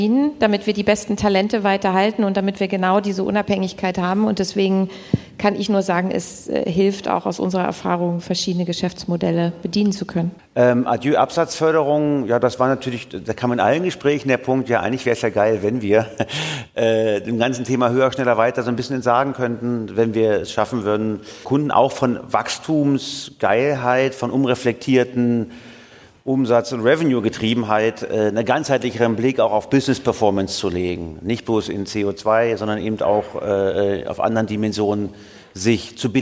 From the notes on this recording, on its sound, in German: Live vom BAM! Bock auf Morgen Festival 23.